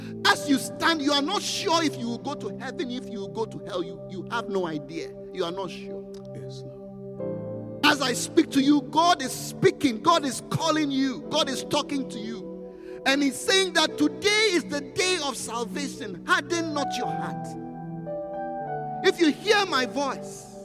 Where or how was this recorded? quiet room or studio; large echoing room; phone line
large echoing room